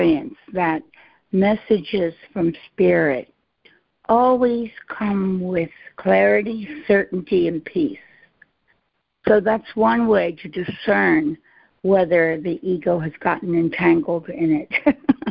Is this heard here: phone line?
yes